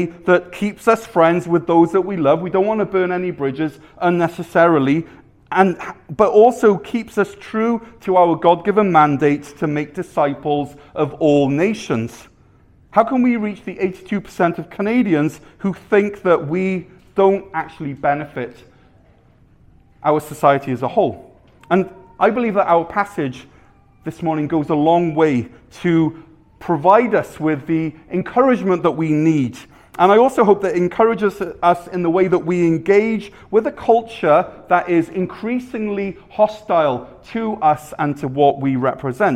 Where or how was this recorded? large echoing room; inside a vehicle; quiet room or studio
large echoing room